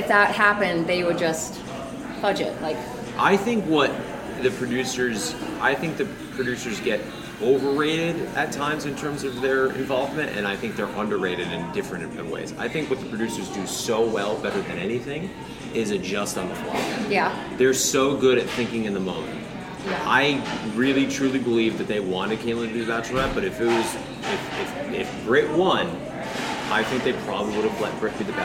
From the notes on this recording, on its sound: live from Audrey's Coffee Shop